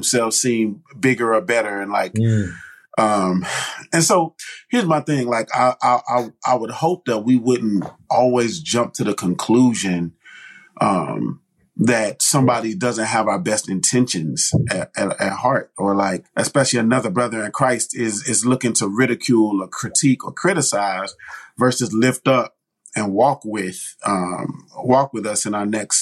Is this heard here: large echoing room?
no